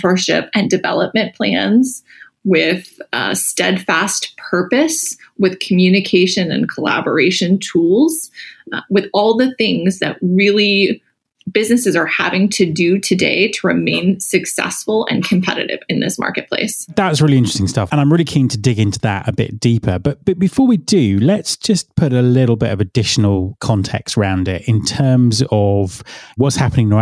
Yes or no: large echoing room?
no